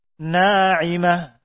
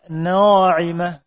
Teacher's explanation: Maka alif yang datang setelahnya mengikuti. Alif maddiyah datang setelah huruf muraqqaq ini. Dibaca tipis. · Shown in: first take